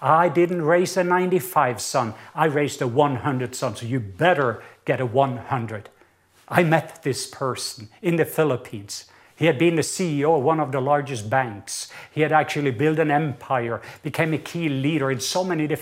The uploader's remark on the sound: Recorded at Northlands Church.